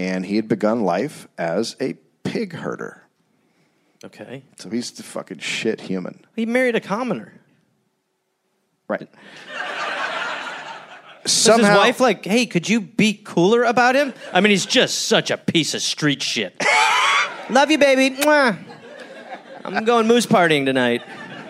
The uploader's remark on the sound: Recorded live in Copenhagen.